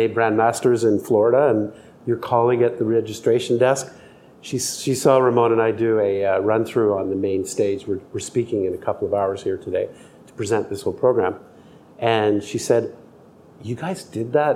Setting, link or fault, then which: setting, busy venue